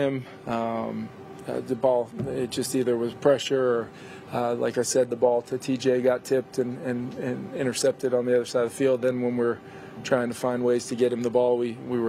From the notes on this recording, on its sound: postgame press conference